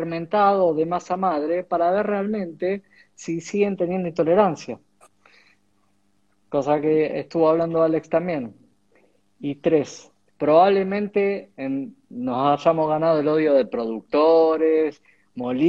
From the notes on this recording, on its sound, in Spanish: Audio de la charla en vivo por Instagram